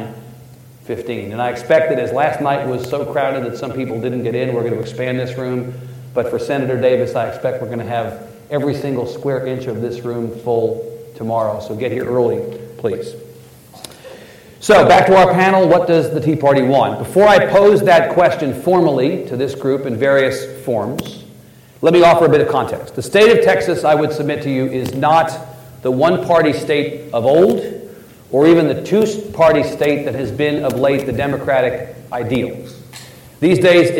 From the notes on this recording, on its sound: keynote session of The Texas Tribune Festival